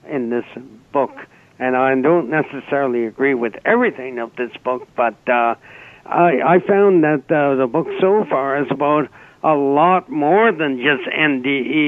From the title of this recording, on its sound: Open Phones